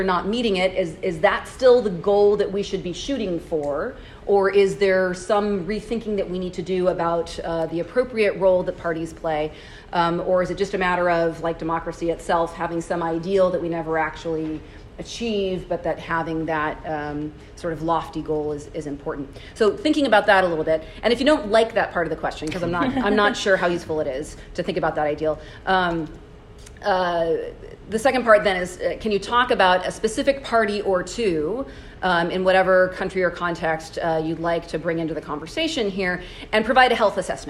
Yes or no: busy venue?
yes